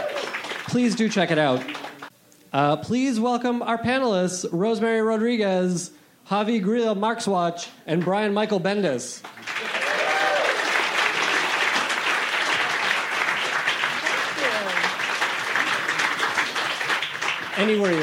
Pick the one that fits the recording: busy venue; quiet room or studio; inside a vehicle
busy venue